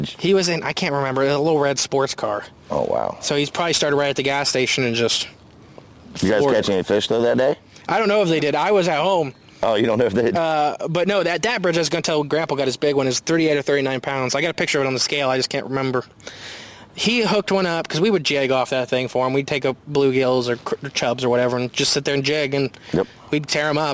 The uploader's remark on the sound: Live at the Lake! We do this ep live at the like with a very special guest!